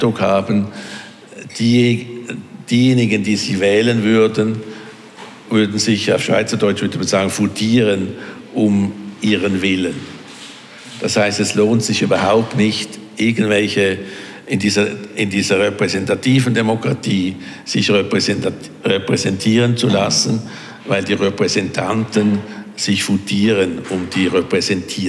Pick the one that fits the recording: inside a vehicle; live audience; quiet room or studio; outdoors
live audience